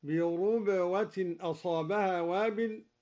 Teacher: قرأ الدوري بضم الراء هكذا بربوة أصابها وابل، وهي لغة قريش.